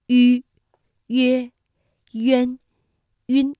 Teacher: 发音的时候，双唇搓拢成圆形，所以叫做搓口呼